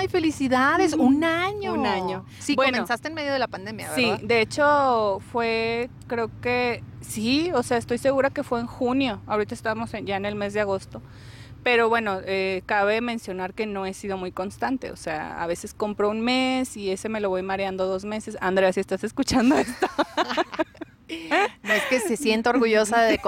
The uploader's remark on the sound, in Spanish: En este capítulo grabamos al aire libre en medio de una vibra super positiva, después de una práctica de yoga y un baño de gong.